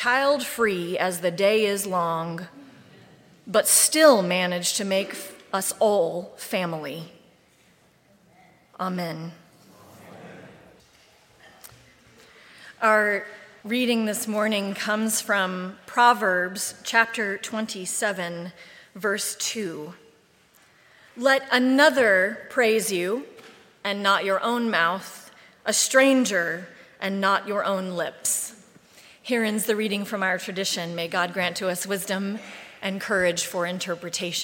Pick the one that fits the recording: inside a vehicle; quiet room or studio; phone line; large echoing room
large echoing room